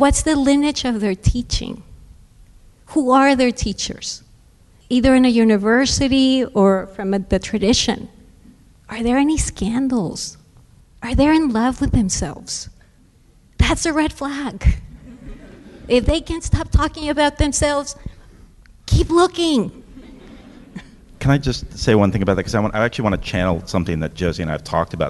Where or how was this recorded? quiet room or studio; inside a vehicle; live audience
live audience